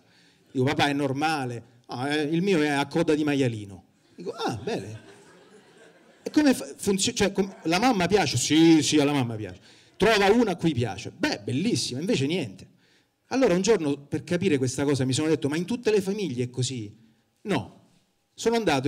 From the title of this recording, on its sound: Open Mic Tour - Palermo